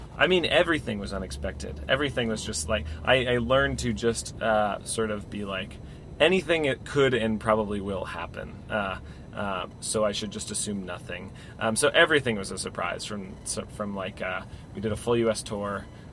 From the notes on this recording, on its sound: Was in NYC on tour and had some time to hang out in the van to chat. You may hear some doors opening/closing, cell phone beeps, sirens.